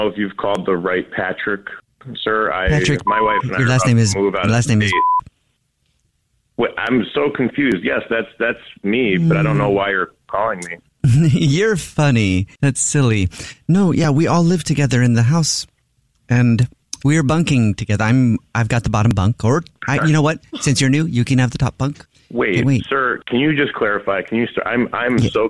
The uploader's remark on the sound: Phone prank style.